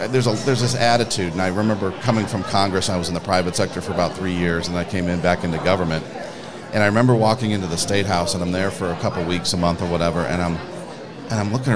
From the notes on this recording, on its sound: broadcast live from the Hamilton County GOP Lincoln Day dinner